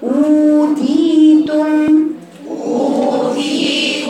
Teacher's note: إلا وأهلها ظالمون إلا وأهلها ظالمون وما أوتيتم من شيء فمتاع الحياة الدنيا وزينتها وما أوتيتم مادة طبيعية، ما أقدرش أقول أوتيتم، أوتيتم يبقى همزة مضمونة مفيش فيها مادة، لكن يكون حركتين الواو اللي انت شايفاها ليه، واو قبلها همزة مضمومة، إذا هنا مادة طبيعية حركتين